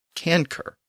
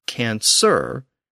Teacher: The C before the A stayed the same, remember, with the K sound because the A was the back vowel. But the C before the E shifted to an S sound because the E was a front vowel. · Shown in: second take · Term: French assibilation